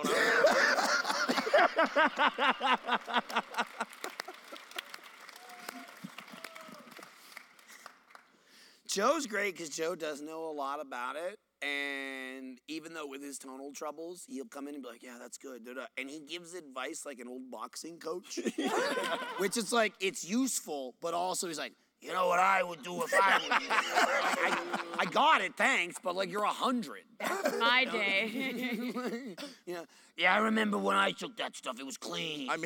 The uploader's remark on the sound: Live from RTX!